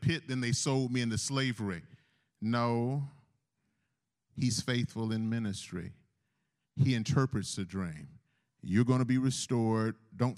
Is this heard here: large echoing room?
yes